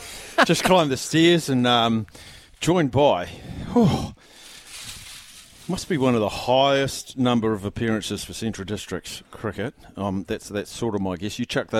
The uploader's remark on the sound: LIVE from Fitzherbert Park